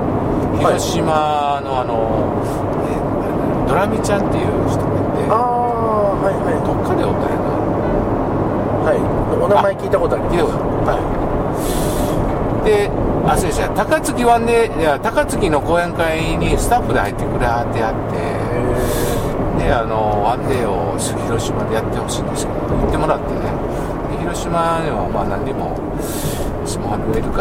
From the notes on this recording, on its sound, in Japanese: ドライビング対談収録をいたしました